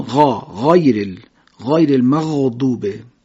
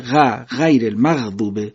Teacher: حرف غین از اون حروفی است که صفت استعلا داره و باید ما اون غین رو درشت ادا بکنیم · Shown in: first take · مثلا غیرل رو بگیم غا، غایرل، غایرل مغضوبه به این حالت.